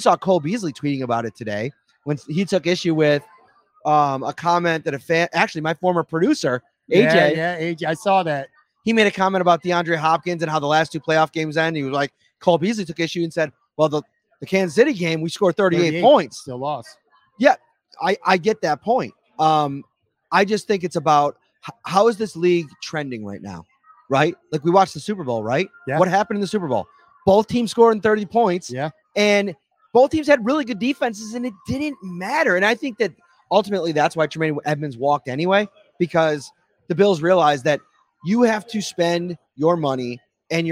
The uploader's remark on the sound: It’s another Imperial Live Series episode on Talking Buffalo. Streamed live from Imperial Pizza in South Buffalo. Thank you again to Imperial Pizza (1035 Abbott) for hosting this live series.